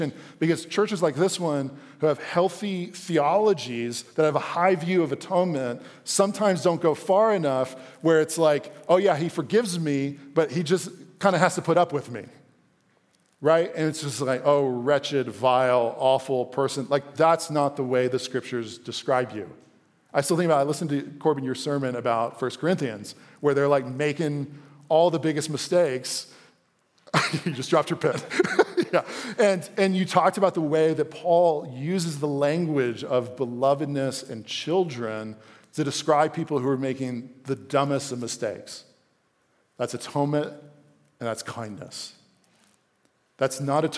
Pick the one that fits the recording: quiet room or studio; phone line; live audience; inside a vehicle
live audience